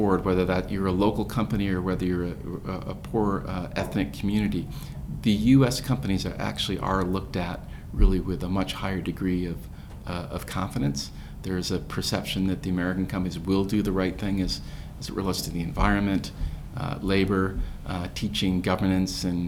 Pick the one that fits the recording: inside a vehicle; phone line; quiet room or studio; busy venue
busy venue